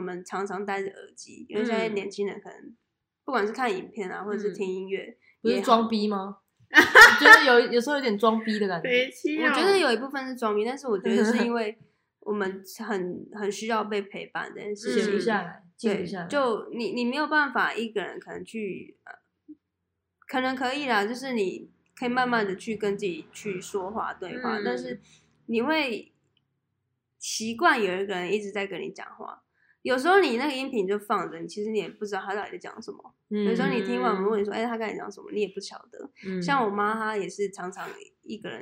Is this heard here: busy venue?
no